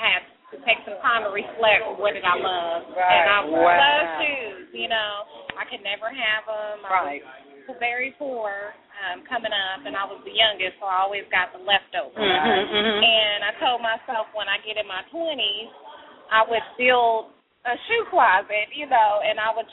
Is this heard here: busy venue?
yes